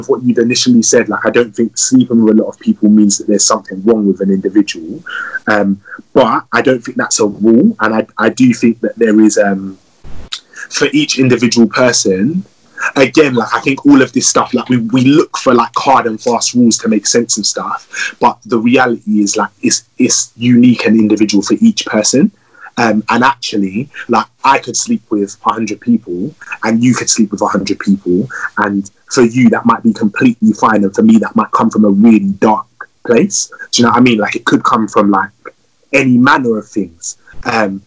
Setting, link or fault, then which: link, video call